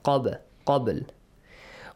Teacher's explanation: You pronounce the letter با with an echoing sound. · Term: قلقلة